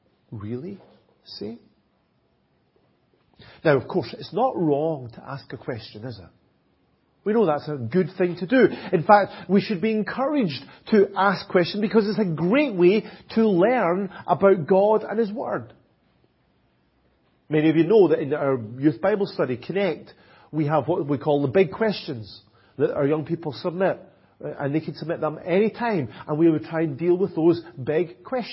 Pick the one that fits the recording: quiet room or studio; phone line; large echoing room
large echoing room